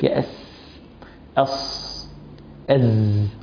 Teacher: عدم إحكام حصر الصوت في المخرج فيخرج الصفير كالتفشي · Term: أخطاء النطق بالصفير